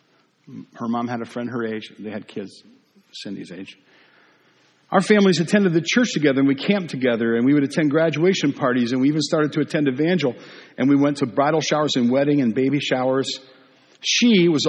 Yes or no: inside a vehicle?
no